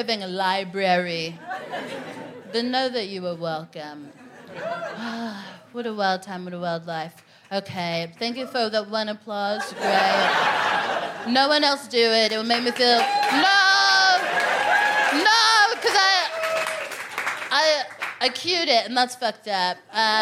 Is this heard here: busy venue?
yes